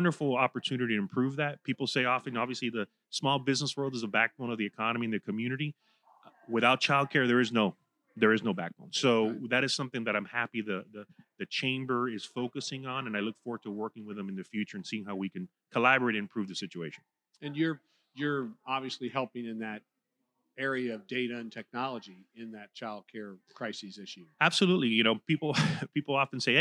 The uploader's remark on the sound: Recorded live at the 2023 Future of Florida Forum. Recorded live at the Florida Chamber's "Future of Florida Forum," from Hyatt Regency Grand Cypress Resort in Orlando near Florida’s Disney World.